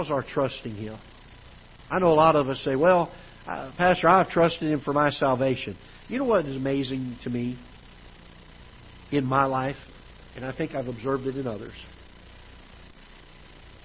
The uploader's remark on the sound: Ketha Heights Baptist Church ~ Live Broadcast